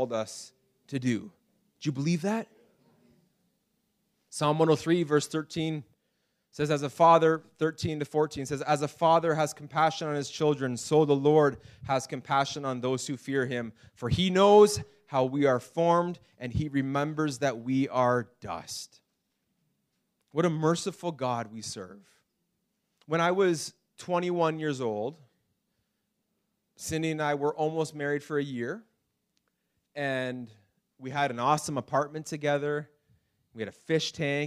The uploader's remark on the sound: This message was preached in March 2019 at Freedom Life Church in Kitchener Ontario